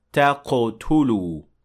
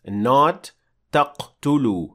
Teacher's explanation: we see qalqala, because qaf in this case has sukun, so it has to receive qalqala · Shown in: first take